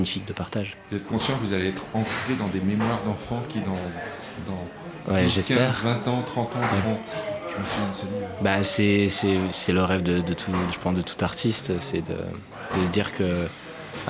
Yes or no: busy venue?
yes